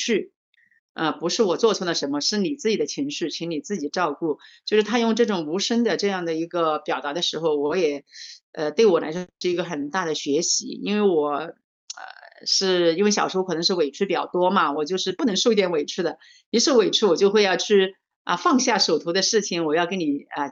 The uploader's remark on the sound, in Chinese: 錄音地點 台南、長沙。這一集是《生命小彩坊》第六次以「雲端」的方式來錄播。